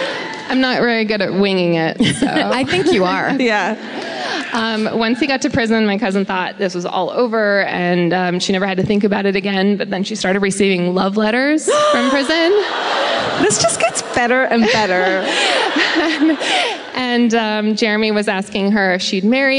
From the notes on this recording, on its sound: Live at The Grove in Anaheim.